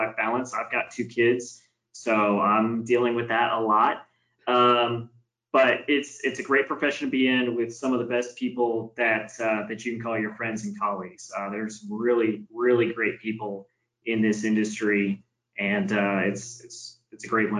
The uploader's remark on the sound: Capital One Webinar Audio